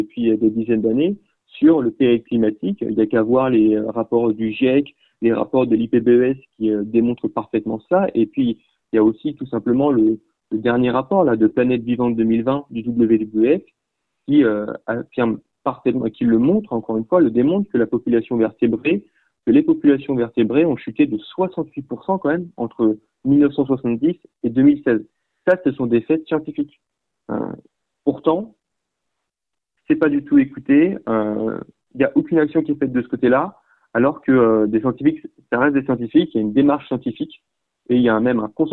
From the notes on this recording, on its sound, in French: Joint par téléphone. Cet article provient de Radio AlterNantes FM.